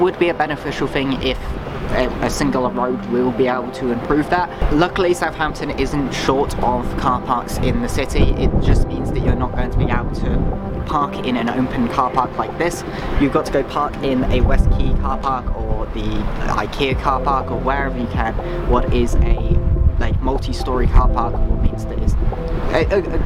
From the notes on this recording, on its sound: Sorry that there is a lot of wind noise, I tried fixing it but I couldn't really do much unless I recorded the whole thing.